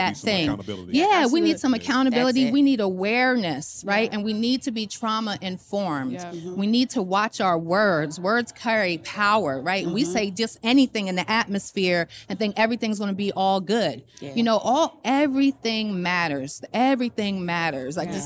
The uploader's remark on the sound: LIVE at FutureLAND. We Went LIVE at the FutureLAND Conference 2023.